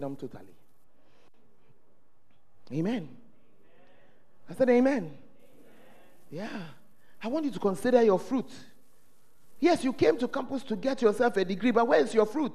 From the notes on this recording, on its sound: At The Fountain of Life Cathedral during The Presence Service.